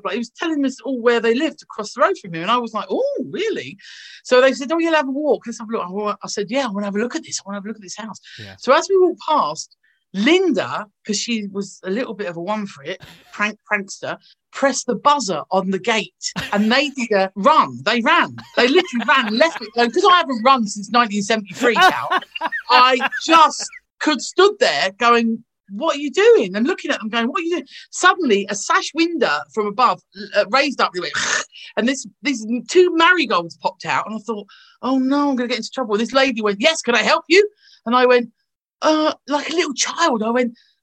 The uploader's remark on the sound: thanks to the power of zoom